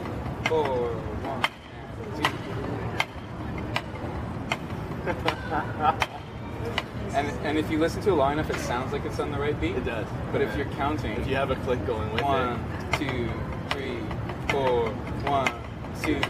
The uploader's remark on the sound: Thank you for your understanding on the background noise volume. I was learning how to mic things properly and have since seen major improvements. It's not my finest audio quality.